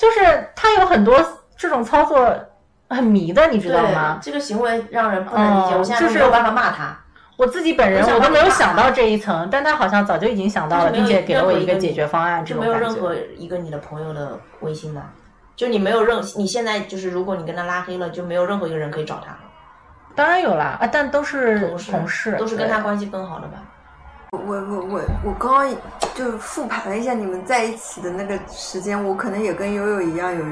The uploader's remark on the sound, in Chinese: 本期录制现场有一只异常活跃的柴，所以你会听到它的脚步声。